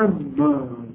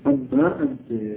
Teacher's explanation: فالنون قلبناها الى ميم وادغمنا الميم في الميم، ثم ادغمت النون في الميم فصارت اما انما، فاقلب النون الى ميم صارت اما، اما انت.